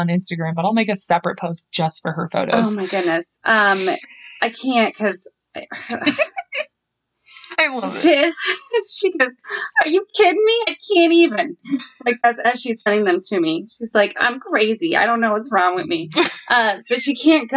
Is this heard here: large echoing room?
no